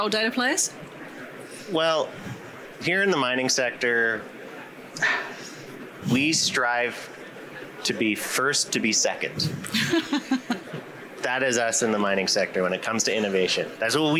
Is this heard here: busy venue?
yes